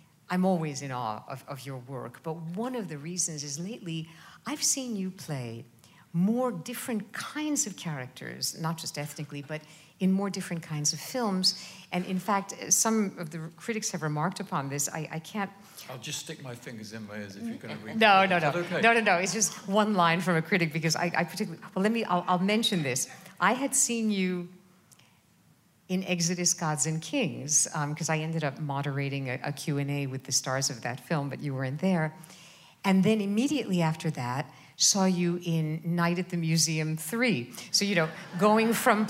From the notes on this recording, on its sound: 92Y Talks. Recorded on August 18, 2015 at New York's 92nd Street Y.